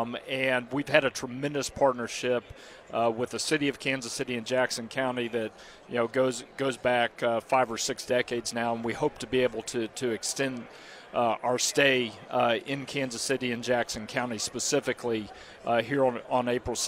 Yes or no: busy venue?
yes